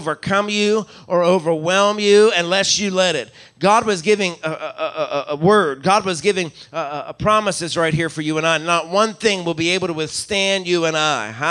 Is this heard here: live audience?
yes